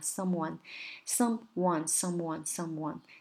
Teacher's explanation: 尤其是 one，呃，someone 鼻音一定要浓烈